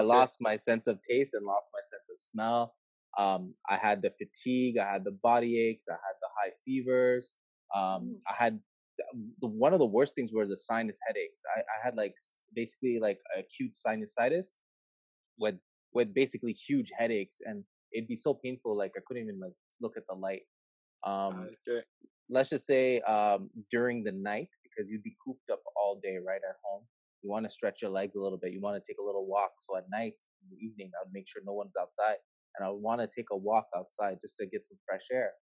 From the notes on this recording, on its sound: A live Zoom session.